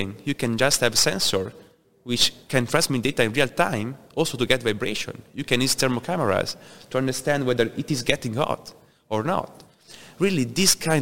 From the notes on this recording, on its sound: Industrial Talk is onsite at Hexagon LIVE